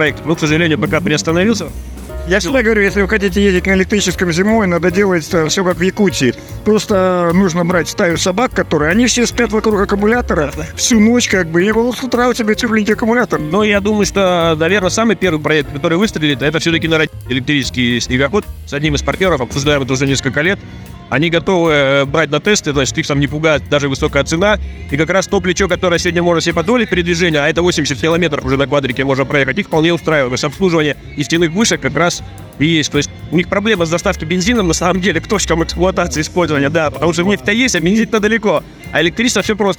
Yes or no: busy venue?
yes